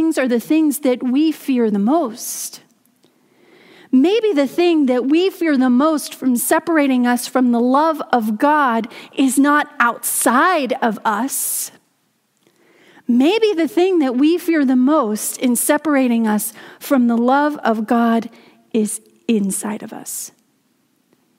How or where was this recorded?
large echoing room